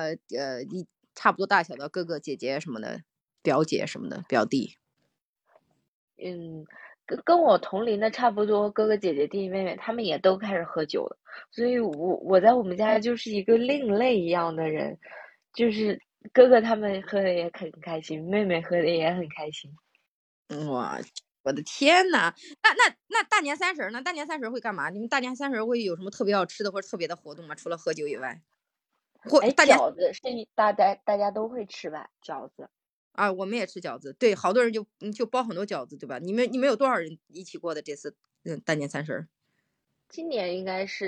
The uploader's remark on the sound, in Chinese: 音质好像是有点断断续续的，但我觉得能听。